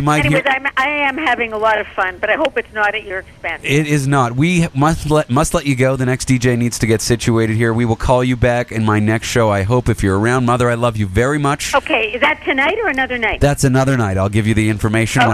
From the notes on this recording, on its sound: He's heading off to the Burning Man event soon, here are a couple of phone calls he made to his mother at the event.